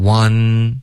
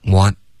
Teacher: Want 这个 N 的音咬舌尖，然后尽量导致一个干脆的停顿，别发成 one · Shown in: second take · Term: 咬舌尖的 N